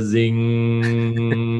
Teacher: Und dieses NG geht hier in die Nase.